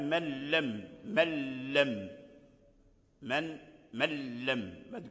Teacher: وهو أن النون كما ذكرنا تحول إذا كانت مع اللام تحول إلى لام ساكنة، فتدخل اللام الساكنة في اللام الأولى من الكلمة الأخرى · Term: إدغاما كاملا